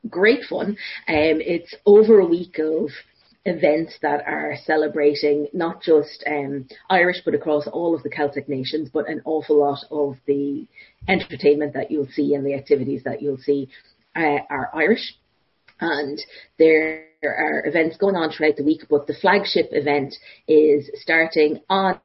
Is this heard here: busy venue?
no